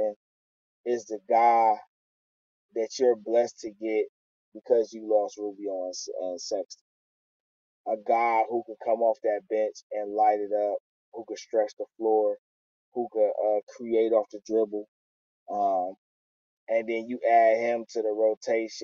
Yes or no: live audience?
no